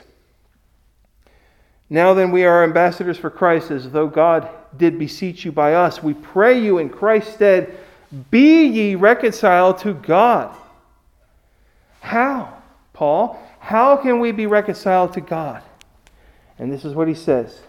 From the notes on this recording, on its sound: Recorded at Hudson UMC on Ash Wednesday, February 17, 2021